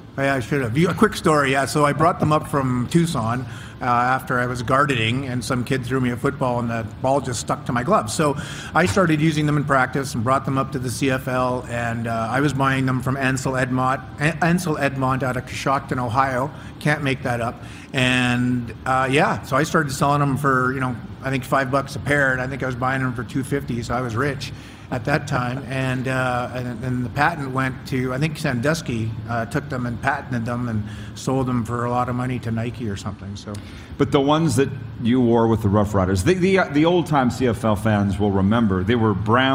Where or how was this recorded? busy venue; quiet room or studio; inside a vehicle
busy venue